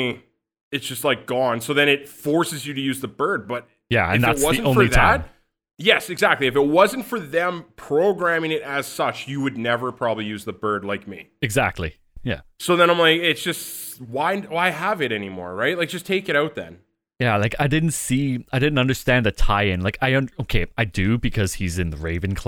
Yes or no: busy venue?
no